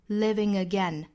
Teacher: 再和后面的元音连读后鼻音加元音连读